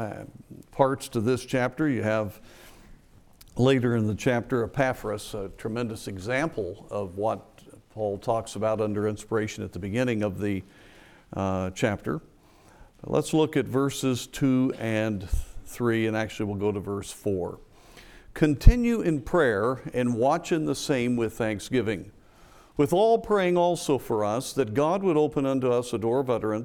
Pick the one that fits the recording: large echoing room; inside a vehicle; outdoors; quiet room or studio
large echoing room